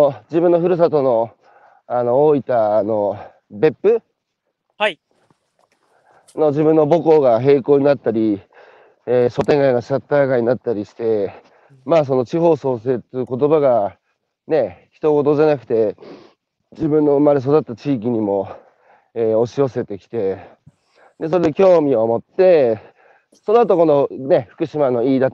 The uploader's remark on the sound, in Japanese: 歩きながら1時間、対談する